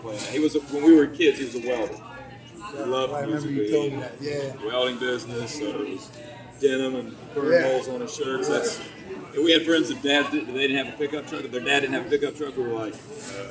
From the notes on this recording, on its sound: backstage at Firefly Music Festival